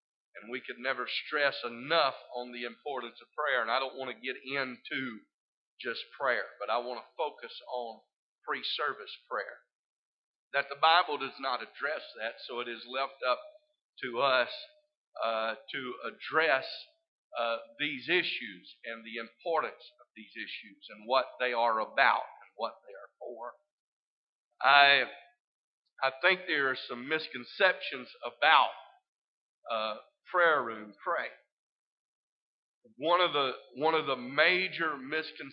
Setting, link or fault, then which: setting, large echoing room